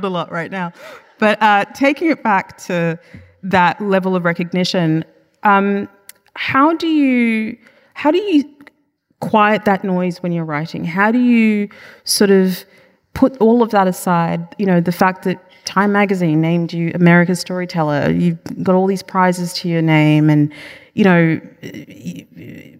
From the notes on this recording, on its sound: Live in conversation. Immerses Melbourne audiences. It was recorded on Wednesday 24 May 2023 at The Capitol as part of the Wheeler Centre’s World of Words series.